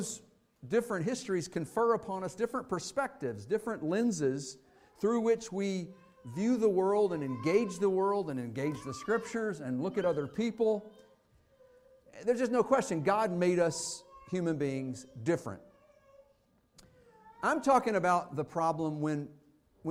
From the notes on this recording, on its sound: Fuquay-Varina church of Christ sermon audio